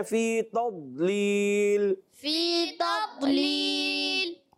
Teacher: दौद को मोटा रखना है